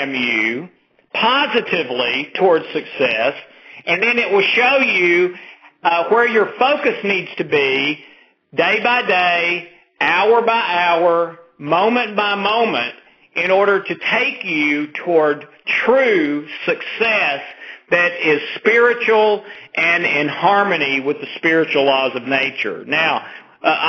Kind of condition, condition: link, phone line